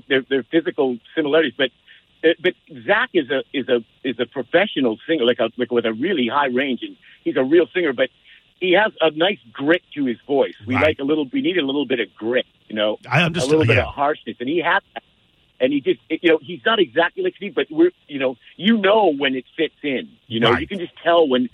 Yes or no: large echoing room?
no